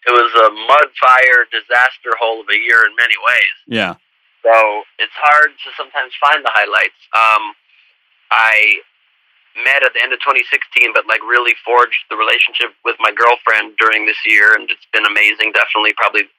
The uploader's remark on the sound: Called in for our end of the year program to share some personal highlights of the past year.